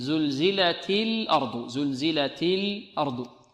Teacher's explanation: الأرض عندنا اللام والهمزة مرققتان، وعندنا الراء ماذا؟ مفخمة